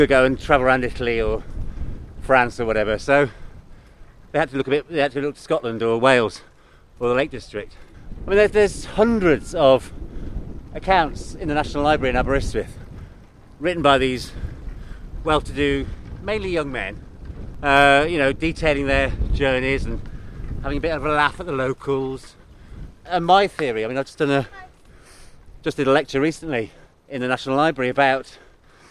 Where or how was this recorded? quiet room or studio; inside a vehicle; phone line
inside a vehicle